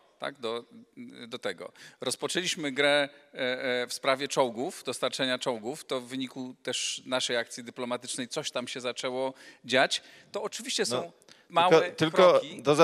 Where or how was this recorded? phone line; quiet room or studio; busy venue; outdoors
busy venue